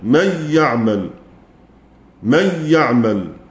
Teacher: خلف يقرأ بالإدغام بلا غنة